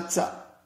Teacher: نحن عندنا مثلا في بعض المناطق في الجزائر التاء ينطقونها تساء، يضيفون إليه السين، يحولونها حرف صفير